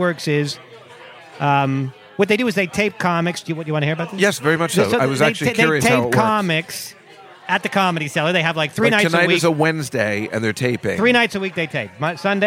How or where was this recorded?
busy venue